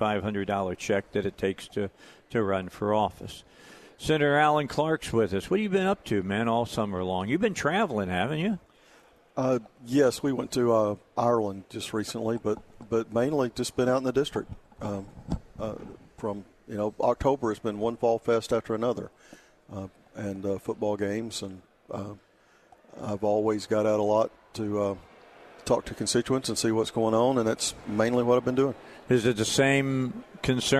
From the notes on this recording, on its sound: Live at the State Capitol for Filing Day